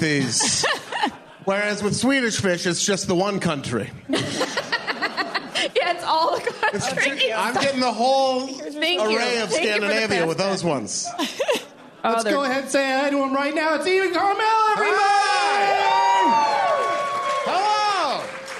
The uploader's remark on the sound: LIVE at the Troubadour!